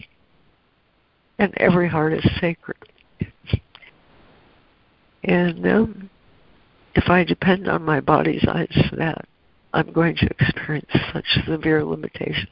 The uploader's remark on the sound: ACIM Daily Conference Call